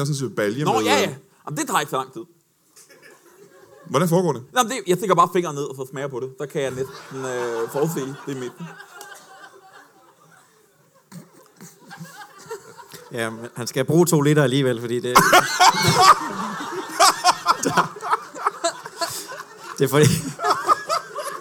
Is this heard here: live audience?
yes